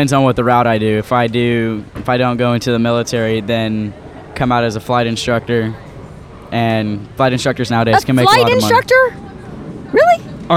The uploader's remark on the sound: Live At State Fair